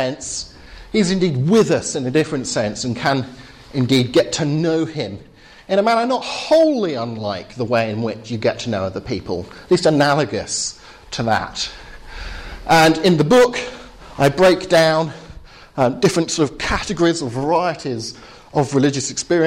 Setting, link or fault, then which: setting, large echoing room